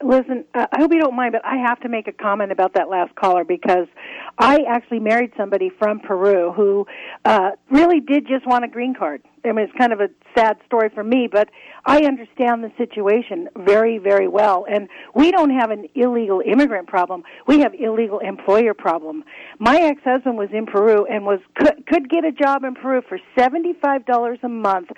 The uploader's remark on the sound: The debate heated up with callers and hosts alike